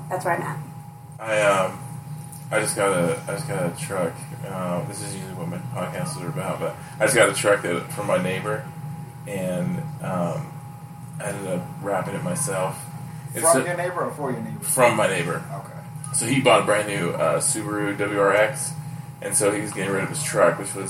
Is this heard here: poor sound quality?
yes